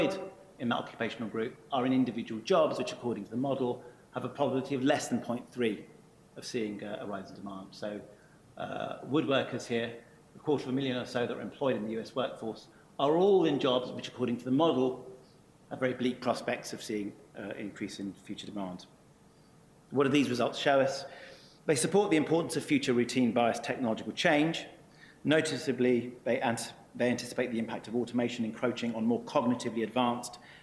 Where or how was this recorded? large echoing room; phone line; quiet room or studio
large echoing room